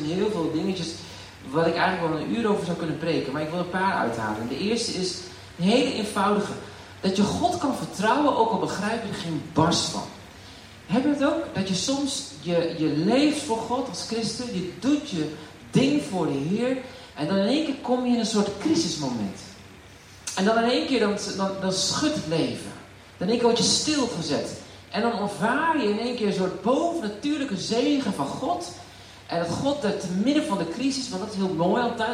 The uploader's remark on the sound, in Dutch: Wegens omstandigheden met een telefoon opgenomen